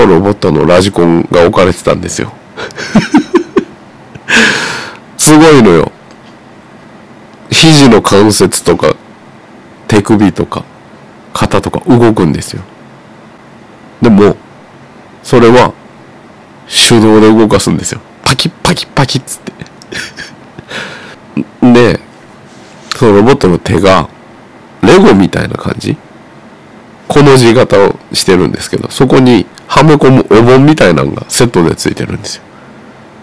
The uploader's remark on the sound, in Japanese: 全体的にお聞き苦しい回